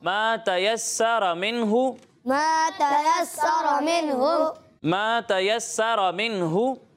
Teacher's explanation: صاد کو ہم پر پڑھتے ہیں، سین کو باریک پڑھتے ہیں، لیکن آپ نے سین کو بھی پر پڑھا ہے، تو آپ نے ایسا نہیں کرنا، ٹھیک ہے. سین کو باریک پڑھنا ہے